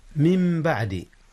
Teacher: قلبت النون ميما وأرغمت في الميم التالية، من باب إدغام المتماثلين. · Term: إقلاب